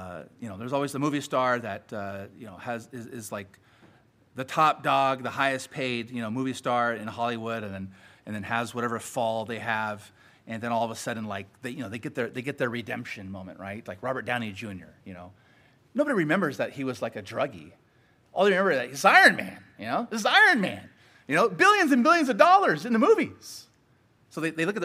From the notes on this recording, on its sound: Sermon preached at Grace United Reformed Church